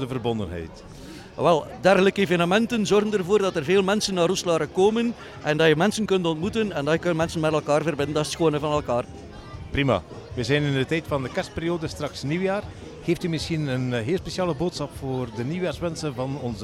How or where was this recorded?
busy venue